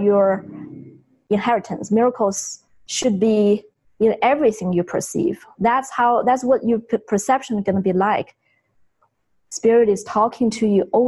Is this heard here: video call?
yes